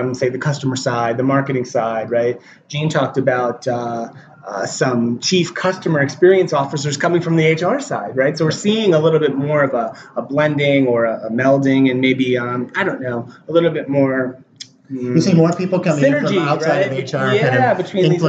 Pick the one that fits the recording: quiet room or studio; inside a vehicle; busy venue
busy venue